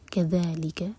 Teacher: ذال کے لیے زبان اوپر والے دانتوں کو ٹچ کرے گی اس کو ز کا ساؤنڈ نہیں دینا